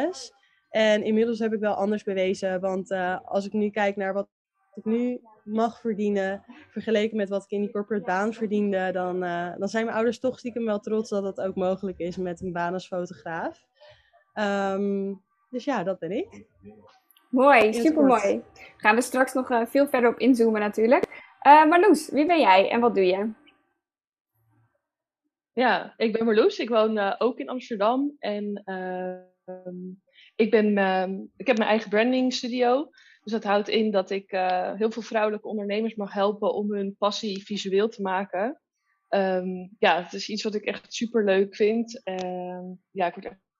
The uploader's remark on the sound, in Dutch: dit gesprek voerden we vanuit een koffietentje in Kopenhagen, een woonkamer in Amsterdam en een airbnb in Kaapstad, dus qua audio misschien niet top